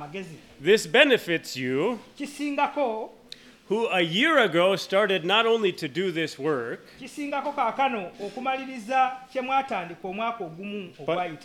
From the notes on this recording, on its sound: At Lubumba Community Church on Sunday, February 25 2024.